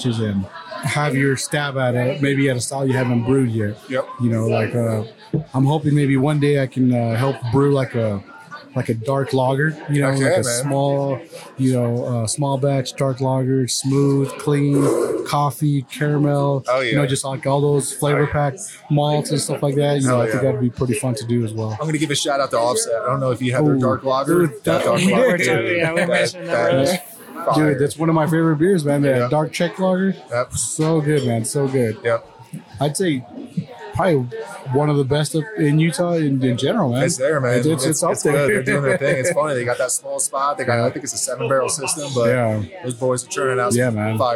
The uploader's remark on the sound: In this episode we recorded live in the tap room of Park City Brewing Company for the release of; Salt City Haze.